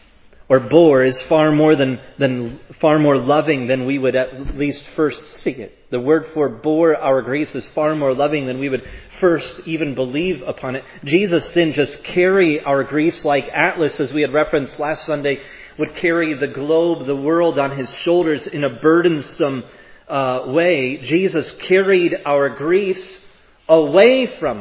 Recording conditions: large echoing room